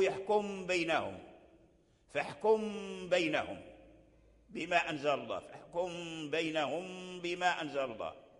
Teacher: حكم الميم الساكنة عند لقائها الباء الإخفاء